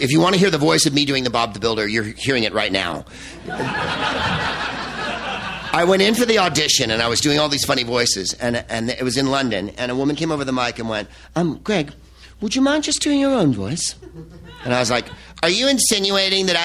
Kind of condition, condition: setting, live audience